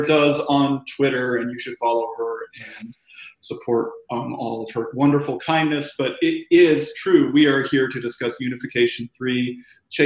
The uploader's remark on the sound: This episode was recorded remotely via Zoom and as such the sound quality may not be up to the usual standards of the podcast taped in the studio.